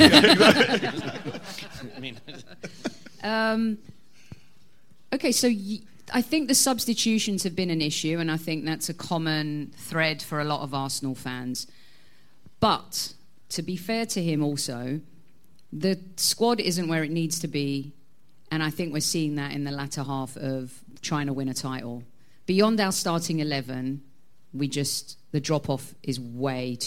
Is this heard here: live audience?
yes